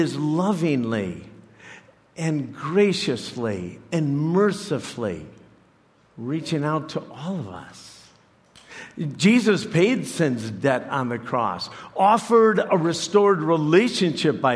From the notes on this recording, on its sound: preached this message to CrossPoint Church